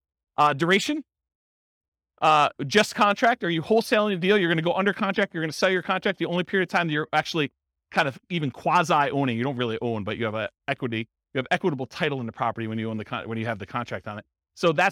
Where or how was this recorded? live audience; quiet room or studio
live audience